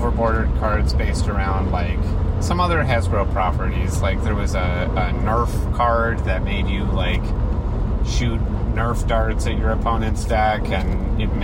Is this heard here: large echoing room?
no